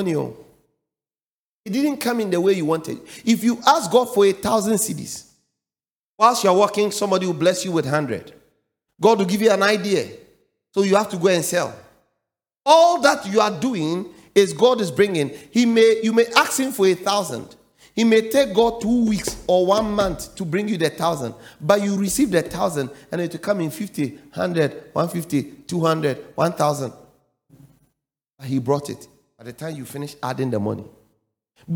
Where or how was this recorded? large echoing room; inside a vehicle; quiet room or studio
large echoing room